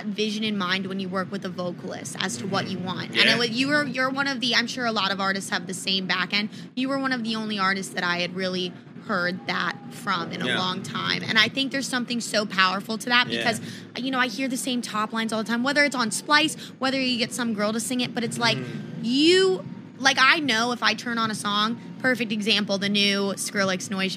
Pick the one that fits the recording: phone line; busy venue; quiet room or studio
busy venue